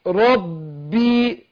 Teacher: الباء بتخرج بانطباق الشفتين وهي امكن من الميم